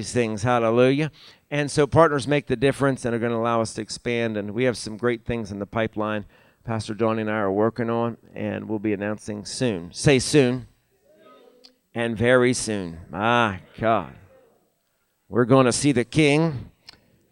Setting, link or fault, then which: setting, large echoing room